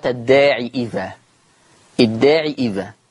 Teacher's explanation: قرأ ورش عن نافع بإثبات الياء وصلا